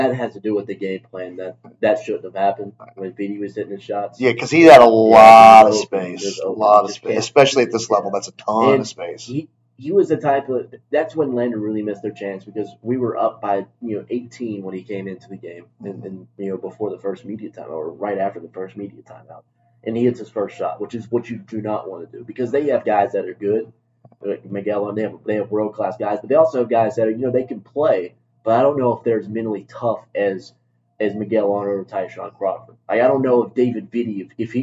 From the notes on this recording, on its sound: Apologies for the wacky audio quality!